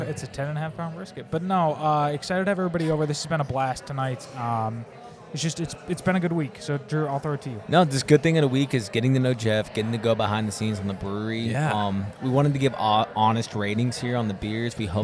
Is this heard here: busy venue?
yes